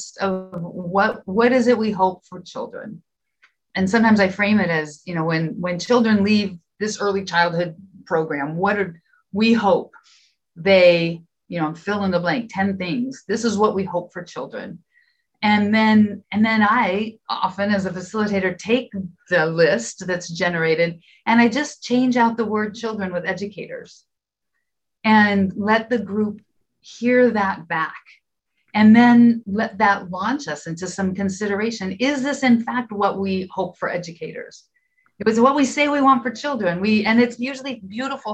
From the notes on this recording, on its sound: This conversation was taken from a live virtual event, and some parts have been edited to make your listening experience more comfortable.